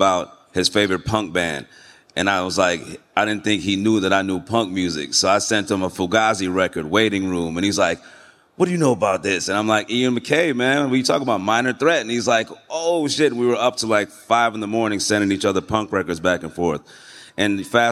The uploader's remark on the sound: Music NFTs at NFT Paris. A special episode recorded on the mainstage.